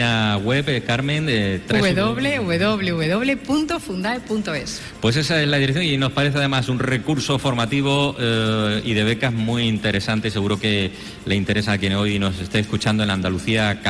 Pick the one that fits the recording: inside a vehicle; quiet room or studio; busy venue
busy venue